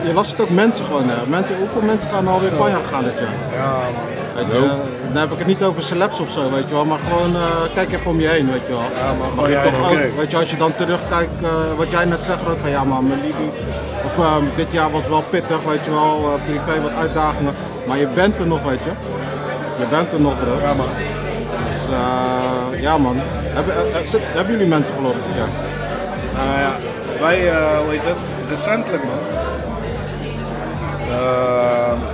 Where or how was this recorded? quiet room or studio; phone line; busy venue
busy venue